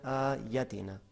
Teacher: आ को ठीक पढ़ा है लेकिन यातिना या को शॉर्ट पढ़ दिया